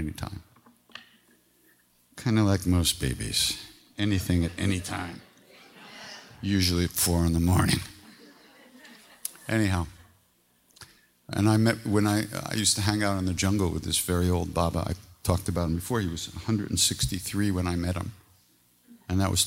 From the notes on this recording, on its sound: Live from the 2016 Open Your Heart in Paradise Retreat.